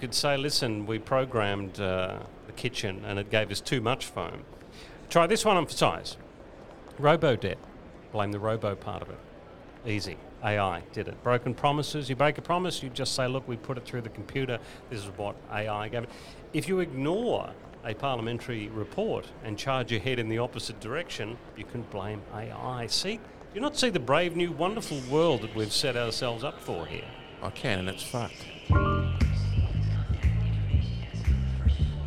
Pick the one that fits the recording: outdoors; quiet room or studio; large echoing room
outdoors